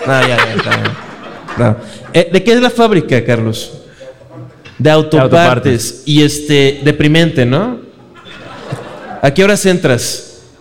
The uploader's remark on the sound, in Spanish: En vivo desde Toluca